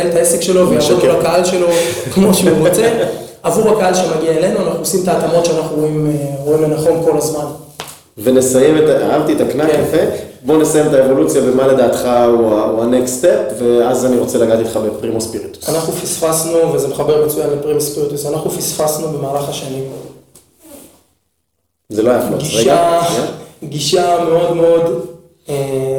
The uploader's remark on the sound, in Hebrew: הפרק הראשון סובל מחבלי לידה, הד קל בהקלטה.